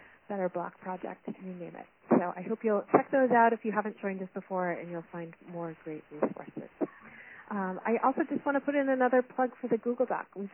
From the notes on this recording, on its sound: On this CommunityMatters conference call recording.